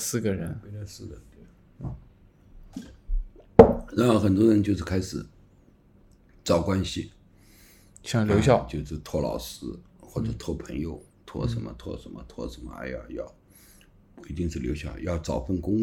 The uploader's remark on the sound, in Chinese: 本期录制时环境比较嘈杂。